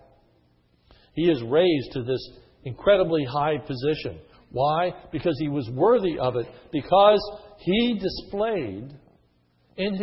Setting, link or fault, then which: setting, large echoing room